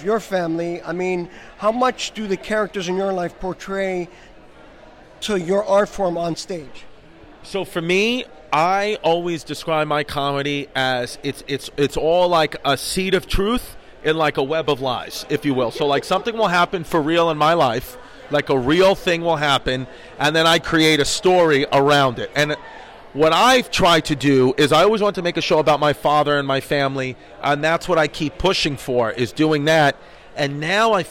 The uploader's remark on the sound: Interviews on the red carpet. The world’s biggest comedy festival.